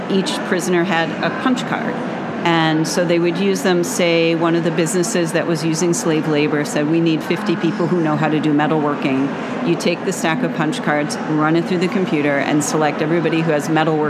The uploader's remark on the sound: LIVE from the ALA 2023 show floor